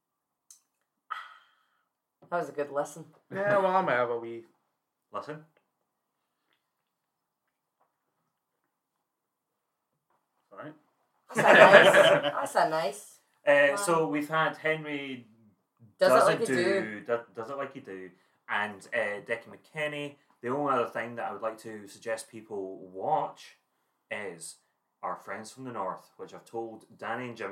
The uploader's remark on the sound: Due to the sudden and loud nature of the game the audio volume will vacillate between being of hopefully a reasonable level to being a lot quieter. This is because there are explosions of sound and I didn't want anyone's eardrums to take a hammering.